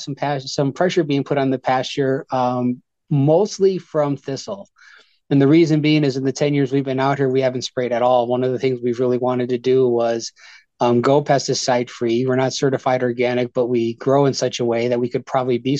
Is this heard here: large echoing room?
no